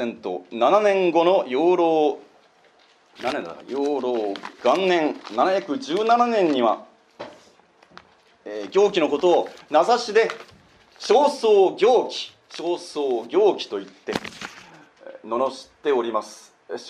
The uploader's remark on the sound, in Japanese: 講演録音